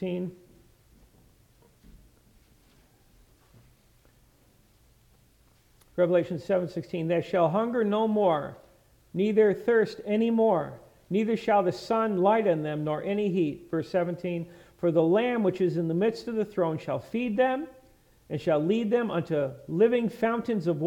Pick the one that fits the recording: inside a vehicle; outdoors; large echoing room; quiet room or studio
large echoing room